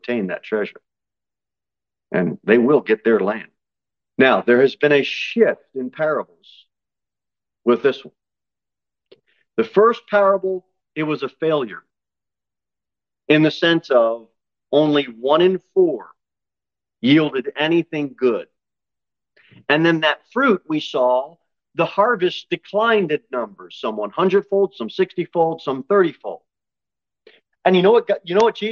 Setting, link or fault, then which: setting, large echoing room